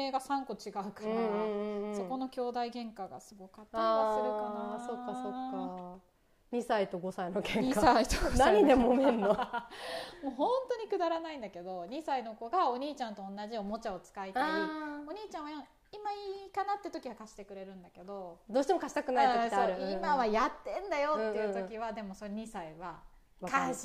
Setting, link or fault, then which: fault, sounds in the background